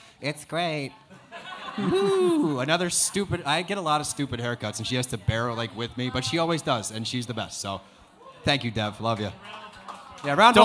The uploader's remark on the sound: an exclusive snipped of our NYC live show